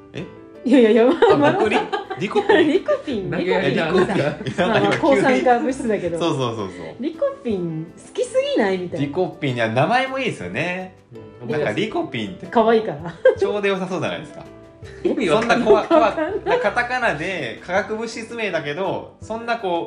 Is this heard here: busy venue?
no